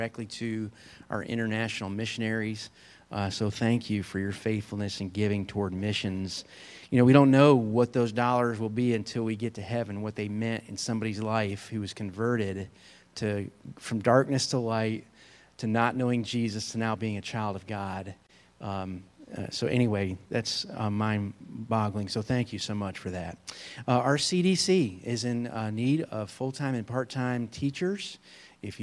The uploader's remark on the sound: Full Service with Communion